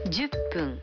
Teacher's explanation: fun. Se pronuncia pun en vez de fun.